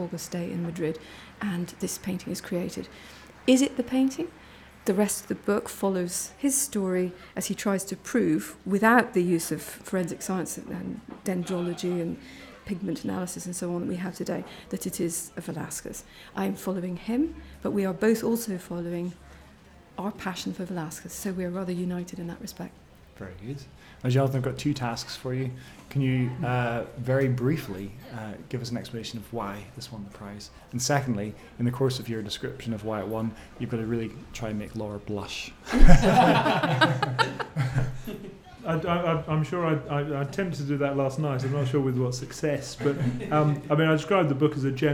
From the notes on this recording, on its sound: Recorded live at the Edinburgh International Book Festival, a discussion with this year’s winners of Britain’s oldest literary awards.